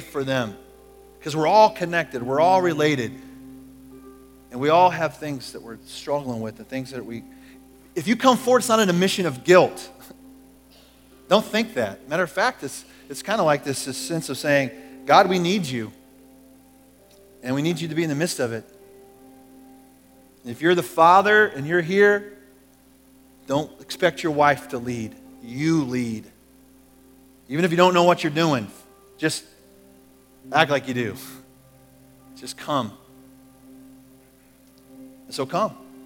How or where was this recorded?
large echoing room